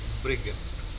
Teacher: teaching English pronunciation, a word a day, B-R-I-G-A-N-D, say brigand, with the stress on the first syllable, using the bit vowel, and follow with unstressed schwa in the second syllable